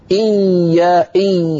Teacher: هذا الضغط سببه ذهب الصوت إلى الأنف لأنني ضغطت زيادة على الفم